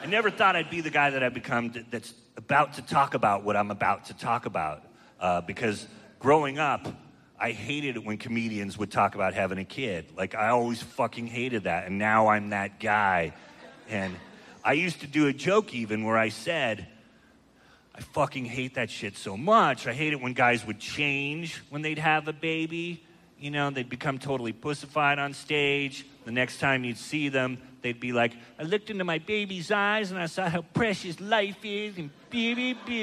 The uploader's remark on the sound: In this live episode recorded at the Witching Hour Festival in Iowa City.